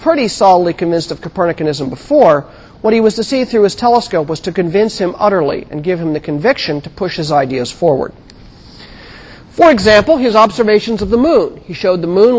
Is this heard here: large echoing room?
yes